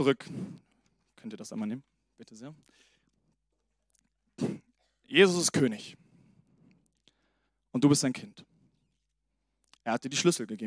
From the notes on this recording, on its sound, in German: Sonntagspredigt aus dem Standort Bochum.